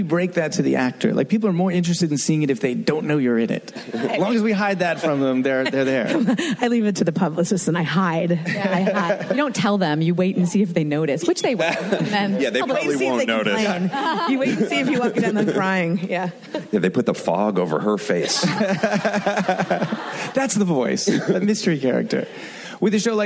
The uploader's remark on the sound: Focus Testing panel from ATX. Recorded at ATX Television Fest in June 2015.